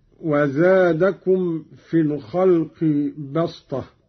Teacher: قرأ قالون بالصاد قولا واحدا وهي لغة قريش، أبدلت السين صادا لتوافق الطاء في الاستعلاء والإطباق